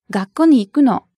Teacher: This time, の has falling intonation, so it's just a statement.